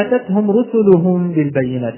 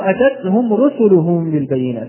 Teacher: فنحن لدينا تاء متحركة وهذه فيها صفة الهمس ولكنها متحركة فتكون واضحة